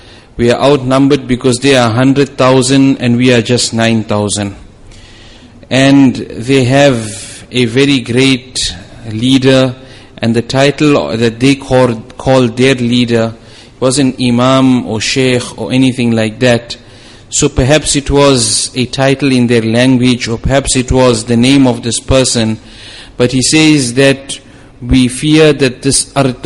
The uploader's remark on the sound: Jumuah lecture